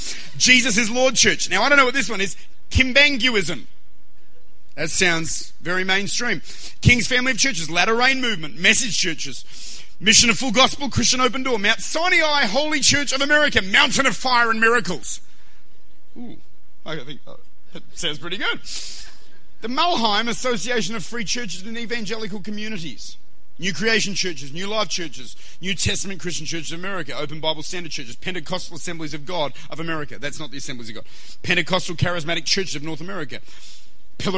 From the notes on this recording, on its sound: Recorded at Lifepoint Church, Adelaide.